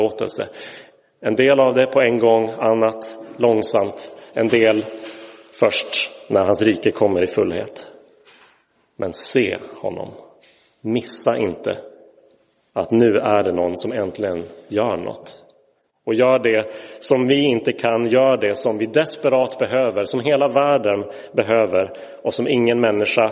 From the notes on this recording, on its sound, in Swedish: Inspelad i Roseniuskyrkan den 7 januari 2023.